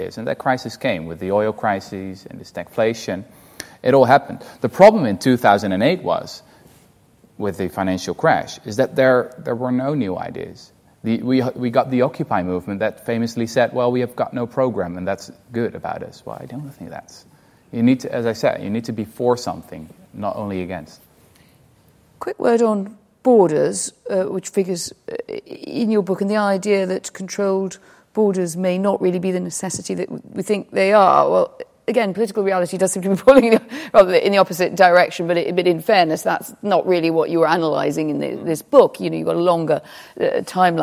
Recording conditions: live audience